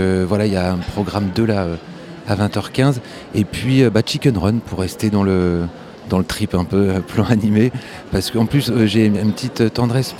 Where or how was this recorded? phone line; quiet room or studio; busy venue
busy venue